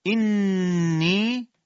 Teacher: اینی نون مشدد دو حرکت غنه داره